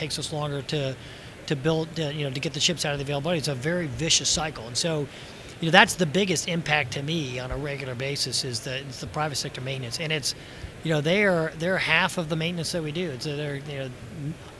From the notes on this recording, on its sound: live from WEST 2018